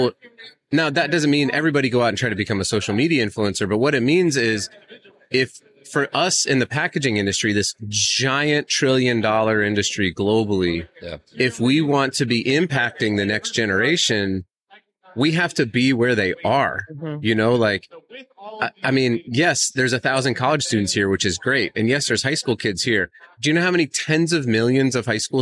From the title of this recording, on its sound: LIVE at Pack Expo